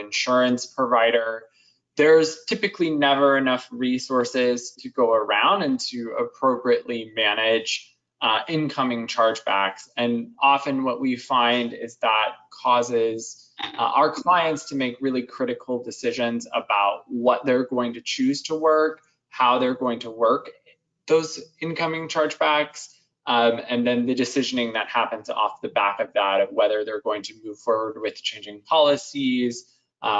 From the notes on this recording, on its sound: Webinar Replay – Audio from an earlier webinar with experts from Chargebacks911 and Redbridge. Webinar Replay – Audio from an earlier webinar with experts from Chargebacks911 and Redbridge.